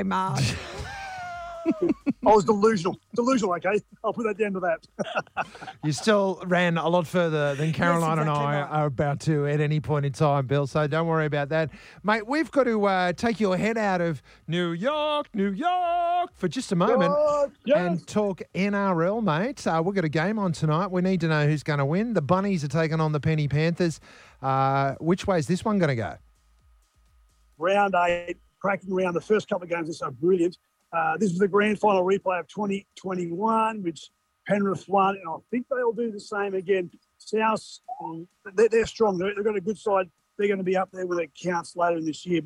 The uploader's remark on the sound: Live from Times Square New York!